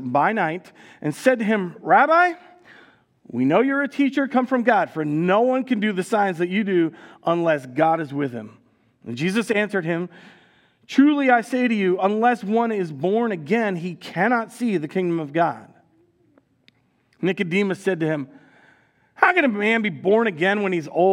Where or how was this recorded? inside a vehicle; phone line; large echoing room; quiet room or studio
large echoing room